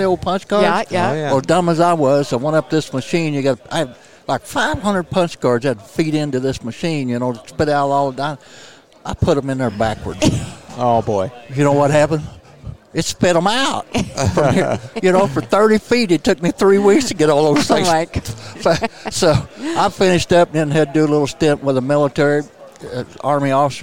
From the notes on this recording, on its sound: at the Safari Club International Convention in Nashville, Tn.